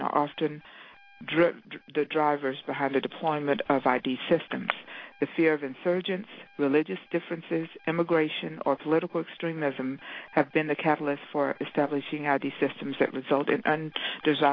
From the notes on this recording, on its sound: Rights Working Group held a conference call with experts